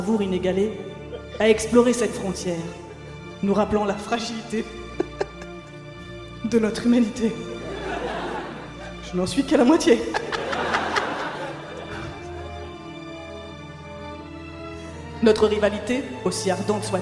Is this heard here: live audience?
yes